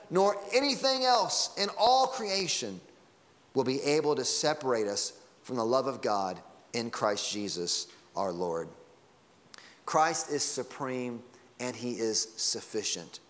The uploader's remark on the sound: Sunday Morning Sermon Audio.